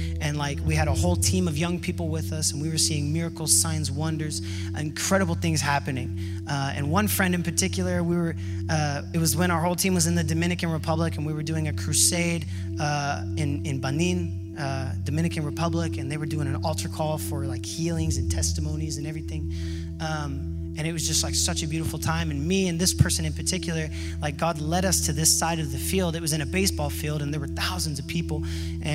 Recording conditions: large echoing room